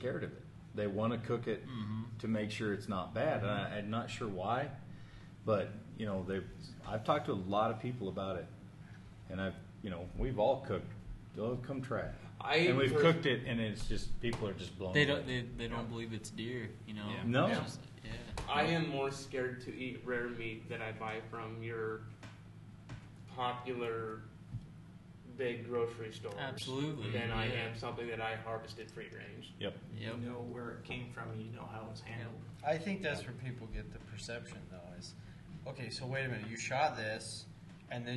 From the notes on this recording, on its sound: Live at the Jamboree 2019